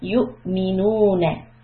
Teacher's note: You with a hamza, after that with a sukoon, would be you with this little cut off sound. But we are not going to read the waw.